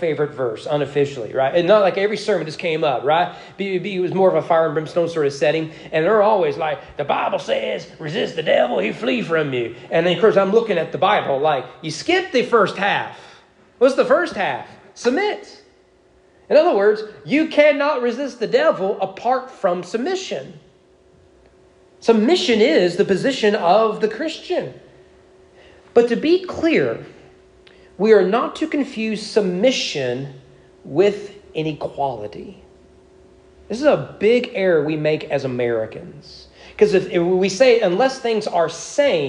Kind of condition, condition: setting, large echoing room